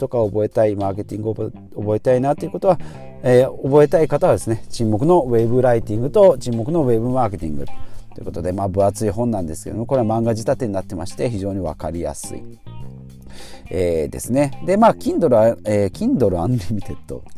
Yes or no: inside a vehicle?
yes